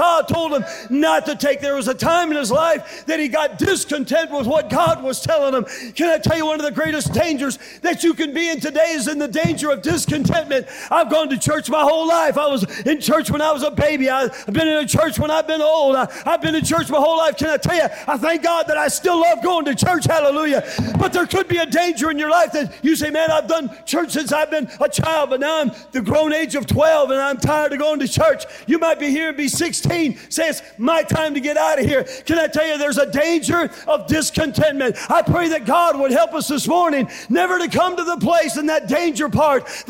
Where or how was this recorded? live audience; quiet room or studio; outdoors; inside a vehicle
live audience